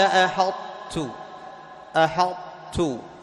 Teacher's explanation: أي ذهاب الحرف وبقاء صفة، تمام، فهنا تبقى صفة الإطباق في الطاء · Term: الإدغام الناقص